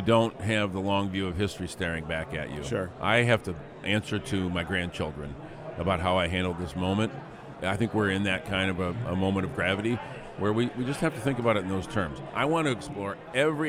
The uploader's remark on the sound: 2019 Mackinac Policy Conference. From the 39th annual policy conference.